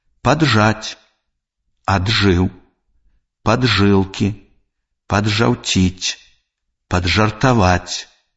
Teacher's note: У словах, дзе «д» – гук прыстаўкі, а «ж» – гук кораня, трэба вымаўляць два асобныя зычныя гукі, а не афрыкату «дж».